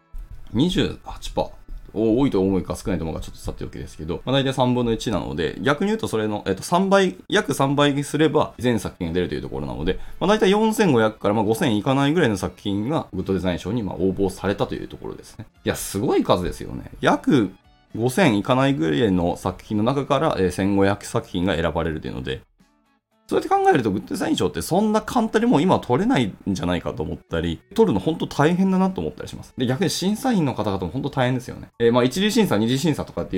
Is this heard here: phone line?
no